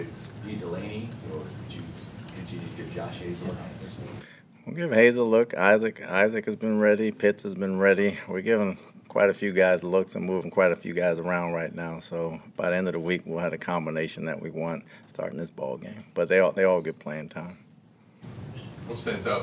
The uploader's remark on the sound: Press Conference